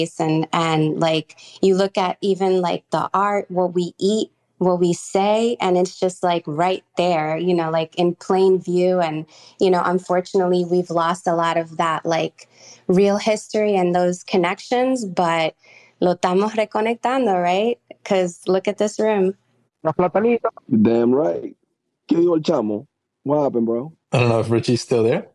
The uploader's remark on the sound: This episode of the Web 3 Artist Spotlight was broadcast live via a Twitter Space on Friday, April 7th, 2023.